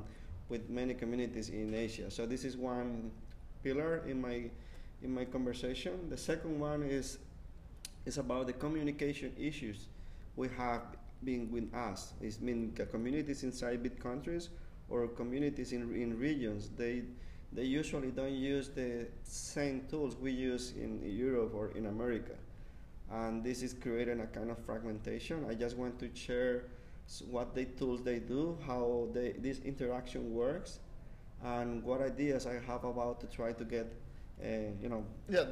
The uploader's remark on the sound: Live from GovCon 2016. Live from Drupal GovCon 2016!